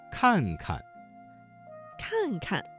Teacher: 这个词当中第二个看字读成了轻声